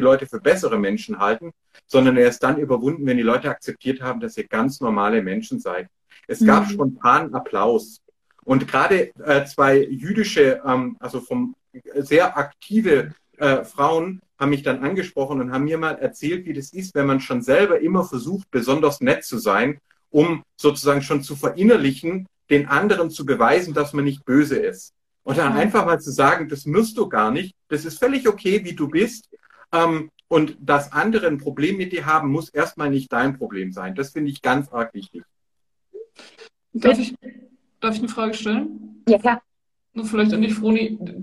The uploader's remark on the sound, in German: live auf Instagram gesprochen